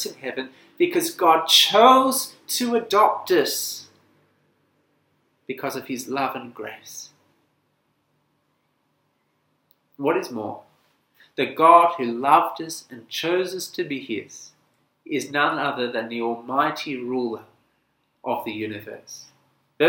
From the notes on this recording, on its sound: This sermon was preached at St Nicholas Home, Penang on 16th October 2020.